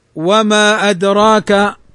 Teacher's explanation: في كلمة أدراك الهمز، فيجوز فيها القصر حركتان، وما أدراك ويجوز فيه التوسط 4 حركات، فنقول وما أدراك أو فوق التوسط 5 حركات، وما أدراك.